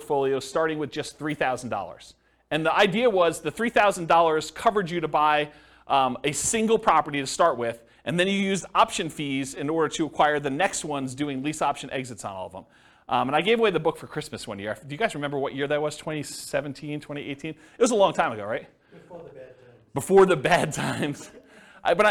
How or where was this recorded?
live audience